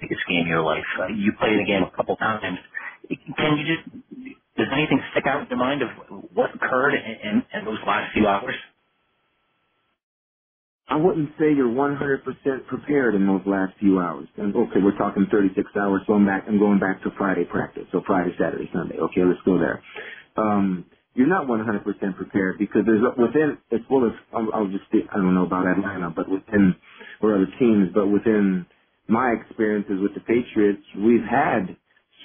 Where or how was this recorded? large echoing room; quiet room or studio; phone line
phone line